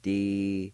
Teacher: In the second part, the O with the N will be silent. You can pronounce the N sound with the K-A like this.